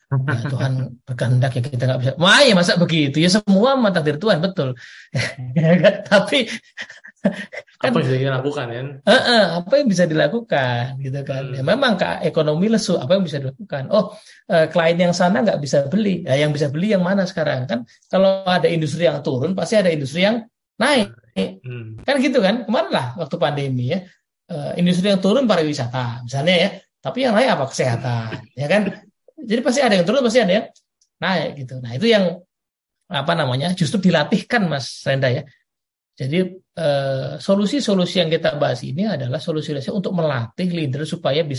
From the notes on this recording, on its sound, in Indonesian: Dunamis Audio Webcast. Akan dilakukan melalui Zoom Meeting.